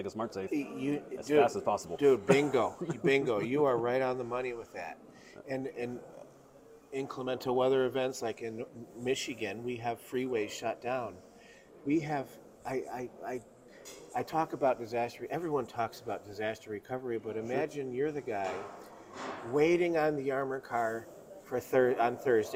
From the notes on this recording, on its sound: live at IACOA in Dallas, TX